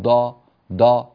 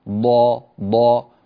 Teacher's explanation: فنعود مرة أخرى، الضاد تخرج من حافة اللسان ولا تخرج من طرفه، لا يجوز ذلك، لا تخرج من طرفه، لا يعتمد الصوت على طرف اللسان بل يعتمد على جانبي اللسان · Shown in: second take